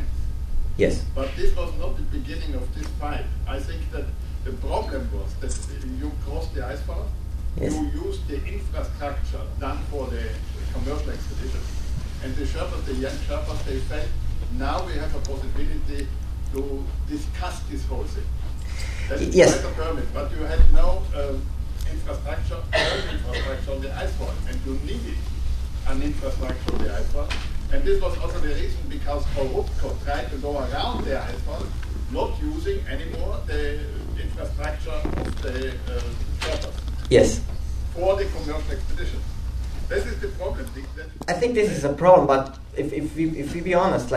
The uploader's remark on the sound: From 2015 AAC Benefit Dinner. In this recorded interview.